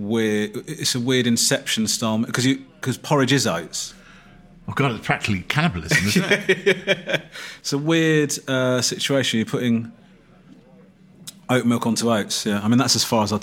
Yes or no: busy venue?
yes